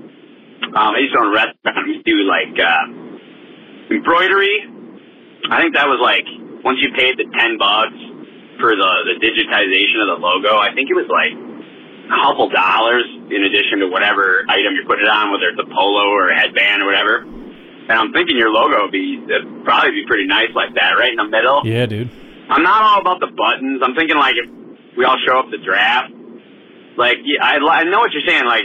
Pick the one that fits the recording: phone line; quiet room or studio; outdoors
phone line